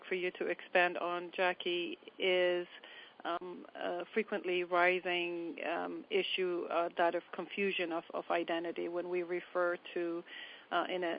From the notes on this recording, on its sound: On Thursday March 31st we held our 3rd national teleconference. Then had a discussion with call participants.